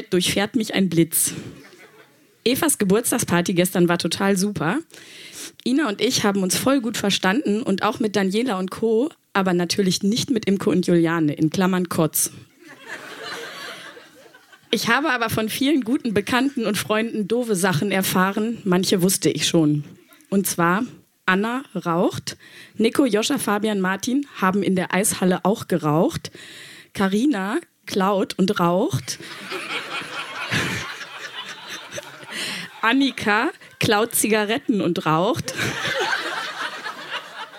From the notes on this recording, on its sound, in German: Auswahl der Beiträge von der „texte von gestern“-Liveshow. In der Wohngemeinschaft, Köln. Heißen Dank an die Wohngemeinschaft, unser tolles Publikum.